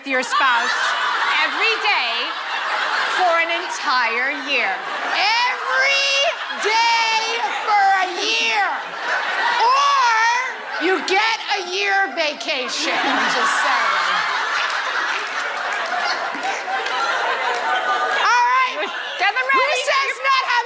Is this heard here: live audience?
yes